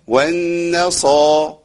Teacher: والصاد خدت حقها لان الصاد هنا مفتوحه بعدها الف في اعلى مراتب التفخيم لحرف الصاد